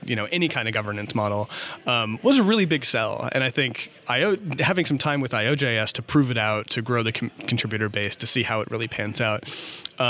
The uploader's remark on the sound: recorded at Node Interactive 2016